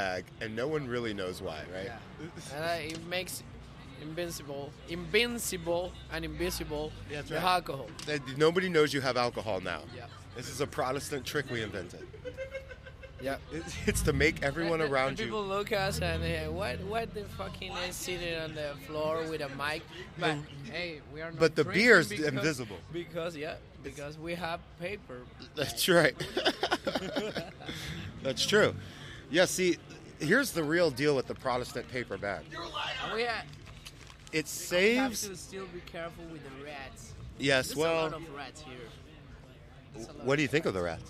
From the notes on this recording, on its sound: recorded live between midnight and 2am on the streets of the Lower East Side at 117 Ludlow St in front of the Alyssa Davis Gallery afterparty